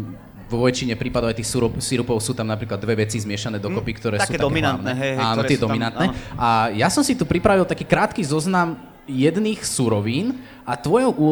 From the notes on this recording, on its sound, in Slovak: Vznikol na festivale Učiaca sa Trnava v októbri 2021.